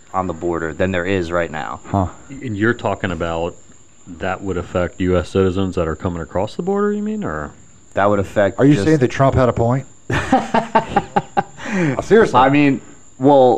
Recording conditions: sounds in the background